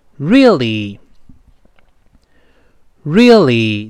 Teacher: isn't she?"他说，“这个女孩儿还要真漂亮，嘿，是不是啊？ She's 就是 sheis，一个缩略形式， she's 就好了，啊。后面这个真谛怎么样？这又碰到一个难点了，咱们多次说过这个词不好读，那这个字母儿要勾舌，舌头卷回来，反而 r r 然后这个 l 呢，是舌头抬上去，把舌头前部跟上牙膛贴在一块儿，反而 l l 贴上去，所以呢，放到一块儿是这么读的，我们慢慢读一遍。 Really,really，你看这个舌头有强烈的变化字母儿是舌头勾回来，呃，字母 L 跟元音读的时候是舌尖往前指，向上贴上去。我们再读一遍，really，really 是 really really 这么一个声音啊。后面这个 pretty 就是美丽的、漂亮的，它比这个 beautiful 往往更加俏皮、更加口语化一些，音节数少嘛。但是注意，中间那个字母 E 呢，发短音，哎，最后那个字母 Y 发短音 E。我们说，在单词中间